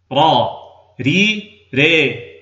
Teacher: معنى قولنا أن تنحو بالفتحة نحو الكسرة وبالألف نحو الياء أنك تخلط صوت الفتحة بصوت الكسرة وصوت الألف بصوت الياء بنسبة متساوية، ويأخذ الفم عندئذ وضعا بين وضع الألف ووضع الياء، فيرتفع وسط اللسان بين ارتفاع الياء وارتفاع الألف، ويكون تباعد الفكين بين تباعدهما في الألف وتباعدهما في الياء، ويكون طرف اللسان في وضع بين وضعه في الألف ووضعه في الياء. · Term: الإمالة